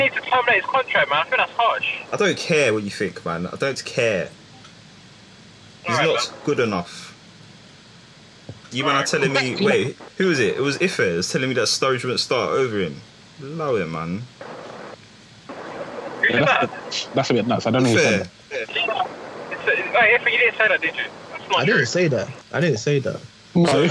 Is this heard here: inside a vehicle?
yes